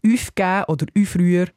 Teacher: Eine Lautveränderung zum Gaumen hin. Aus dem U hebt sich der Zungenrücken zum Ü. Und darum sagt man dann Palatalisierung.